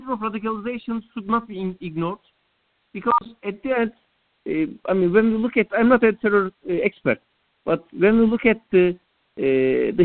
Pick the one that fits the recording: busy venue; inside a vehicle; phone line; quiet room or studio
phone line